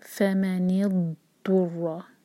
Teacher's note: جب را شدہ پڑھیں تو ایک سے زیادہ ٹکرار نہ ہو